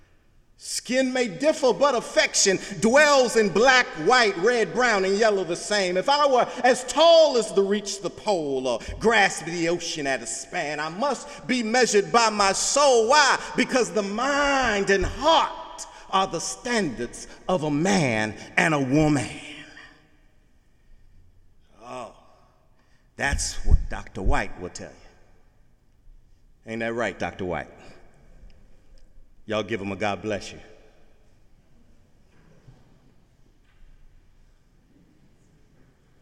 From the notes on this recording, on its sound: In the Memorial Church of Harvard University.